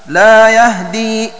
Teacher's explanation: يقرآن بتخفيف الدال ويلزمه سكون الهاء